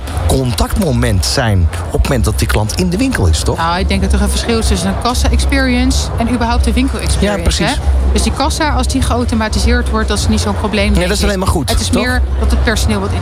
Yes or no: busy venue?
yes